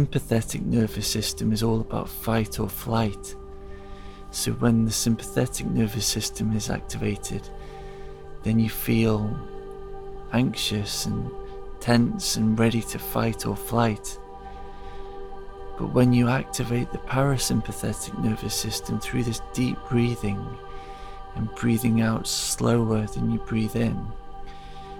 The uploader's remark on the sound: The podcast is recorded in the forest, and the soundtrack contains sound healing.